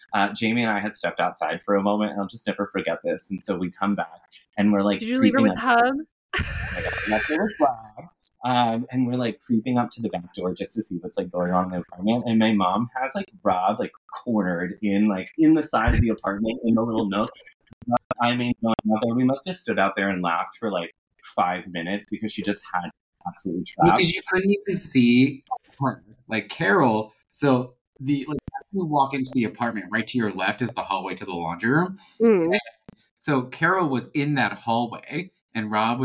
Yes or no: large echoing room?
no